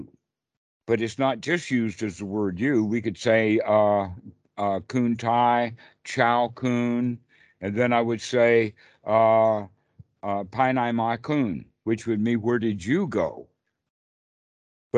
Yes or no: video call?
yes